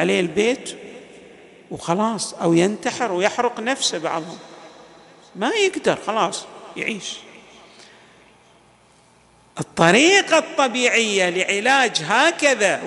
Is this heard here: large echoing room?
yes